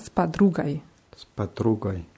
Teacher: Bei spadrugai haben wir die Betonung auf dem u, deswegen wird oi so ein bisschen wie ei ausgesprochen. Ja, spadrugai.